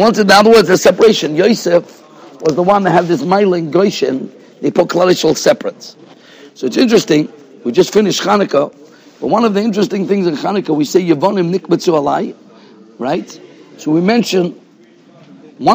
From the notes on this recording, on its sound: Shiur recorded in Yeshivas Ohr Reuven, Monsey, NY